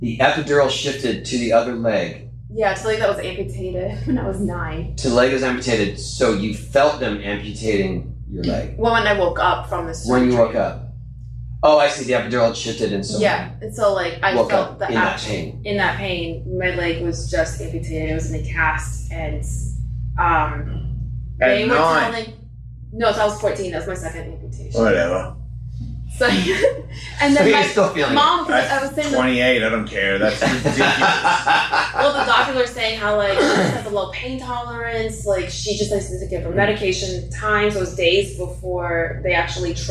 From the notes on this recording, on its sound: Disclaimer: This show is audio-challenged, as the file from our soundboard was corrupted beyond repair. Please excuse the sound quality.